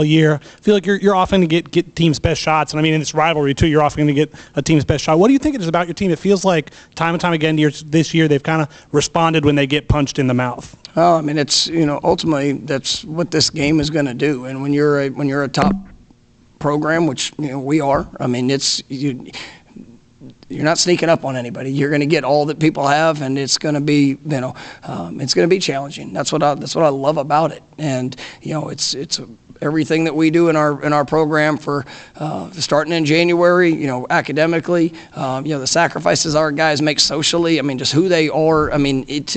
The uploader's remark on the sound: Postgame press conference after win over Miami.